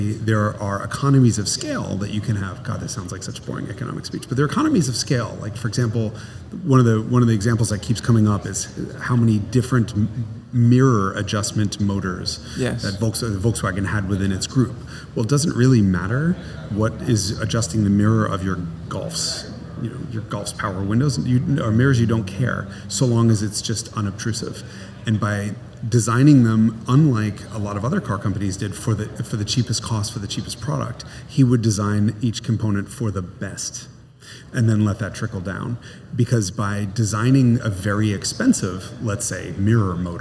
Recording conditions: busy venue